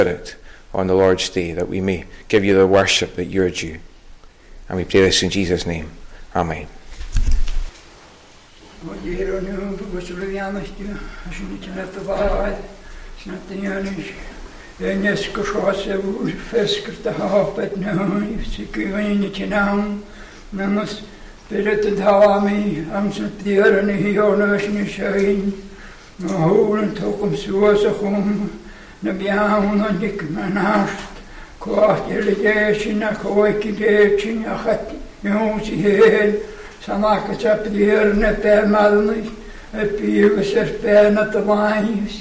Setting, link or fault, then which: setting, large echoing room